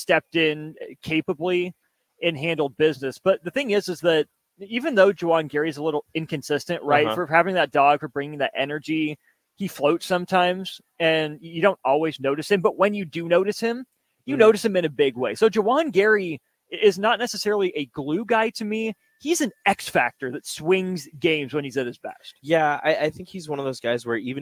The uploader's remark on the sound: LIVE from CHI Health Center.